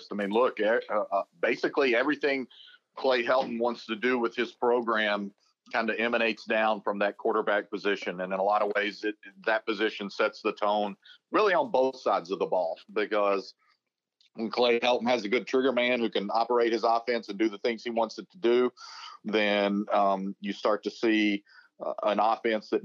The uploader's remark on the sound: talks over the phone